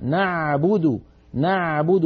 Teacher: لابد أن نبينها نعبد نعبد من وسط الحلق · Term: العين